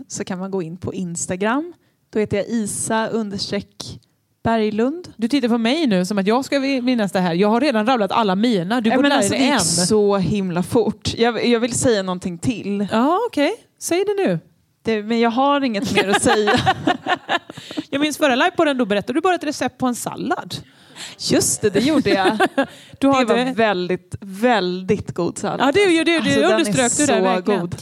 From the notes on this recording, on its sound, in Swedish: Vi spelar in live inför publik i Katrineholms kulturhuset Ängeln. LIVEPODD!!!